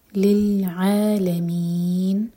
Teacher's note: لل نہیں پڑھنا، لام ساکن پر جھٹکا نہ ہو